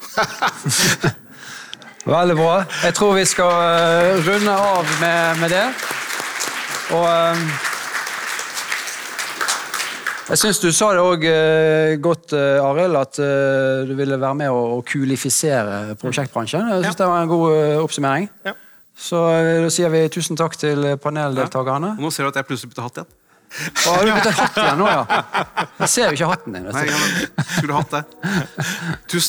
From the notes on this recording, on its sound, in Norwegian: Dette er en spesialepisode der vi har spilt inn paneldebatten på årets Executive Project Forum (EPF) 2023 ved NTNU i Trondheim.